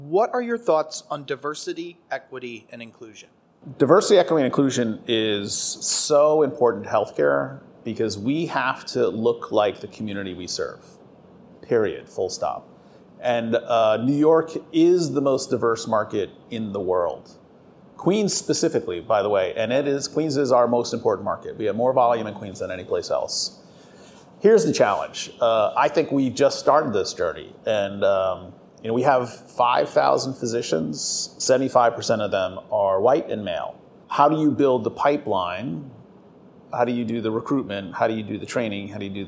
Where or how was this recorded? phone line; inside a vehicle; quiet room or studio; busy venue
busy venue